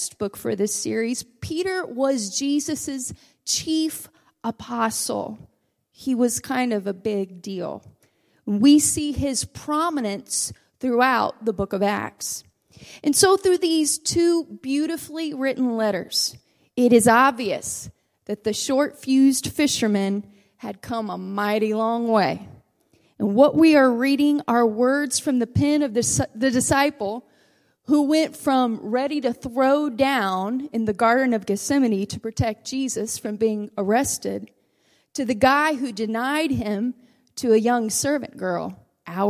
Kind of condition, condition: setting, large echoing room